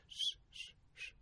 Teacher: I can be in a position where I'm actually lowering the pitch of the S, sh, sh, sh, sh, but then the whistle comes in and a higher pitch sound comes out of that.